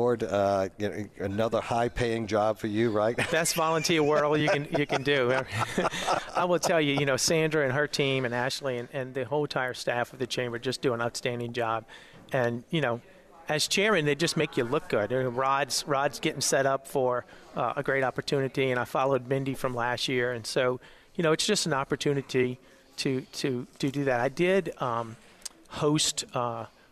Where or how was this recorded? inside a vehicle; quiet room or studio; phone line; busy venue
busy venue